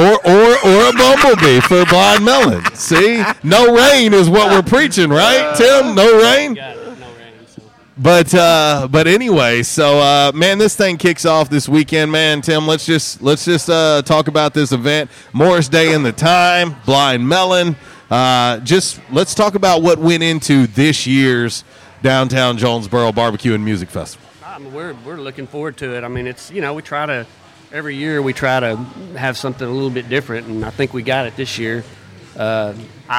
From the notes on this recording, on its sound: Downtown Jonesboro BBQ & Music Festival, LIVE from J'Town's Grill. RWRC Radio on 95.3 The Ticket/AM-970, Ritter Communications Tubetown 21!